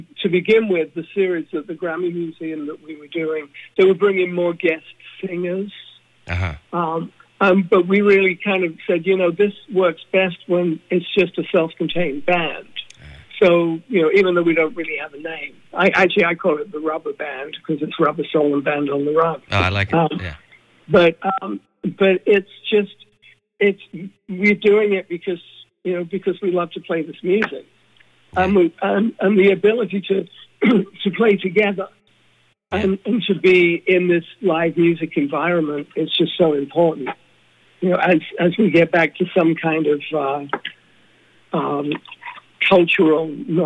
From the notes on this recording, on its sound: Chats on the phone.